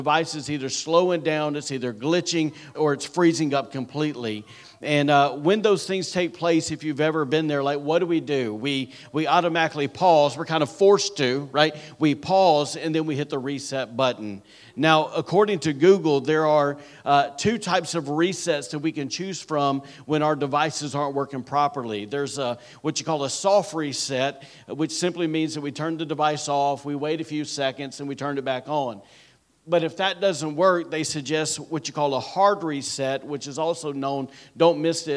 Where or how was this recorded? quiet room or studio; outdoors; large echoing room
large echoing room